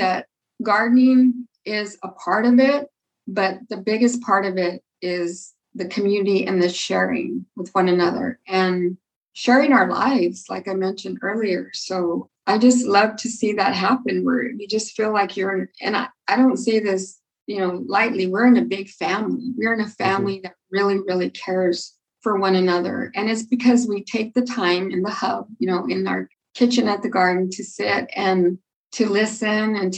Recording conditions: video call